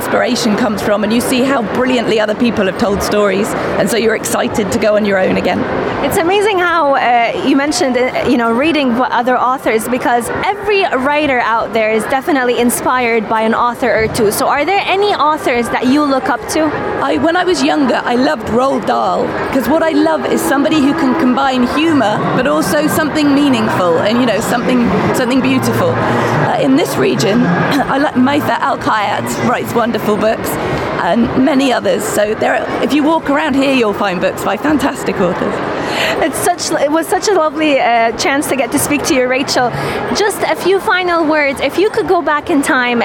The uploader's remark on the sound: at the Sharjah International Book Fair 2019